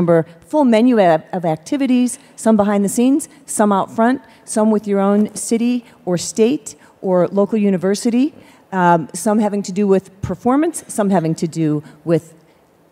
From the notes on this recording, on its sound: The best of live interviews from GreenBiz events.